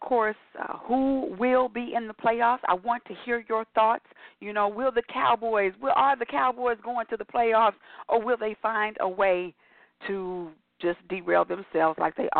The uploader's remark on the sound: Your phone calls, comments, questions.